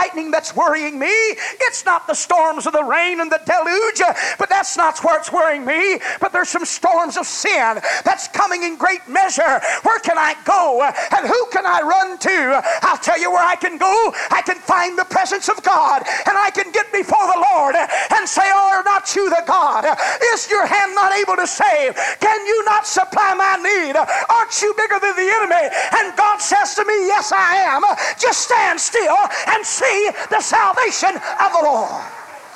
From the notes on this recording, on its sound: recorded on January 21, 1990 at First Apostolic Church in North Vernon, Indiana